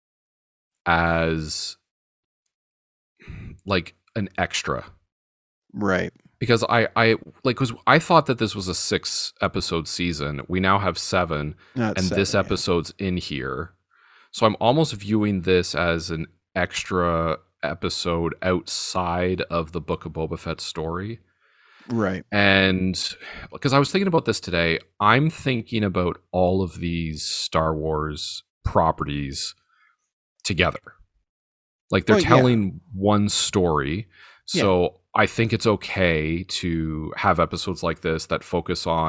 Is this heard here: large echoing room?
no